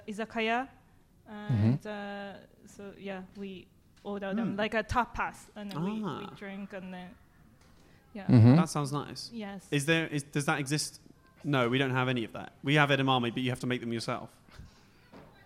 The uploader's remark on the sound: This episode was recorded at the Leyton Technical.